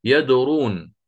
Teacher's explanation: يدرون بتسكين الواو تصبح لينة